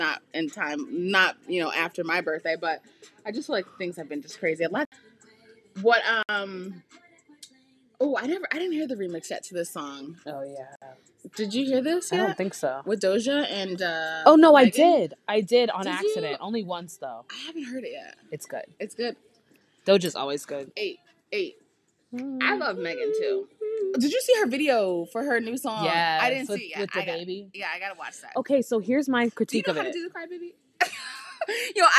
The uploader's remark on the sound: I do not own copyrights to the music in the background. Bear with me still working on some kinks with the audio.